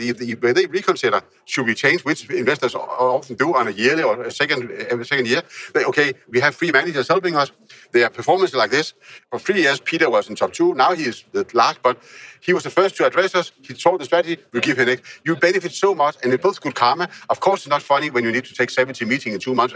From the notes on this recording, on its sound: Recording this episode during TechBBQ in Kopenhagen. Recording this episode during TechBBQ in Kopenhagen.